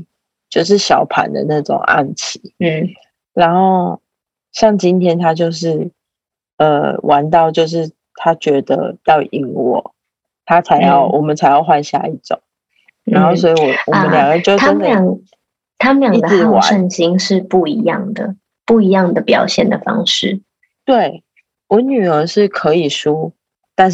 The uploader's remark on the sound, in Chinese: 線上錄音again我們依舊趁著孩子睡去後躲在黑漆漆的房間裡